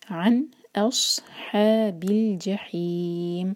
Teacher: حا کو حلق سے اور آخر میں میم واضح